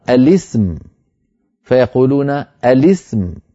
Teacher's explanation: فإنهم يكسرون لام التعريف للتخلص من التقاء الساكنين · Term: لام مكسورة